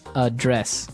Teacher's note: But you pronounce it differently. So the verb address has the stress on the second syllable